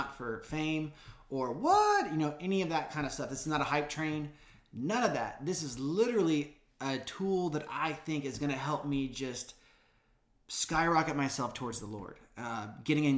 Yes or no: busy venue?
no